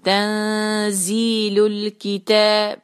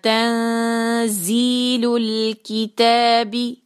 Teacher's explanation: لام ساکن سے جب ہم ملائیں گے تو وہاں پر جھٹکا نہیں ہونا چاہیے · Shown in: second take